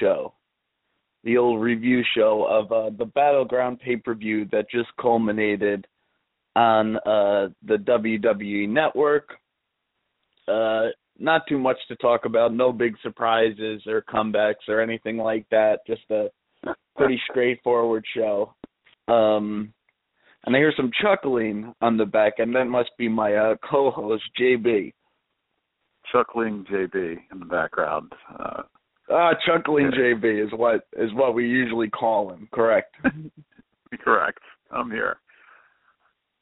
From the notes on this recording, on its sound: We'll be mocking live callers without provocation.